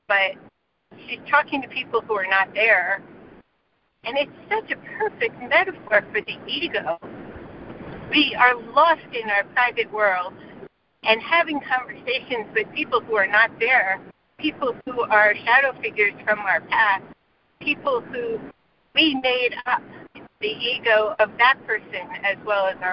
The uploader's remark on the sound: ACIM Daily Conference Call